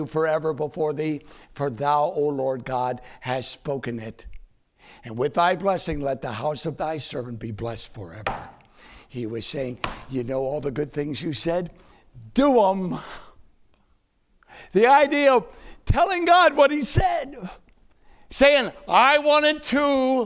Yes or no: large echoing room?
yes